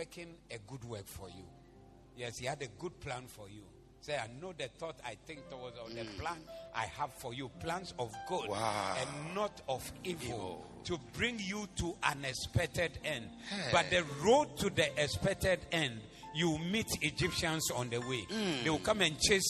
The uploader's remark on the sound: Preached at The Attempt Great Things Service(Zeloo)